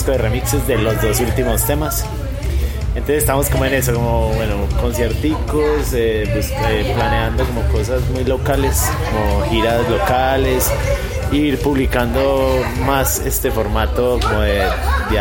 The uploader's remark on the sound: Live At RPM Records Record Store Day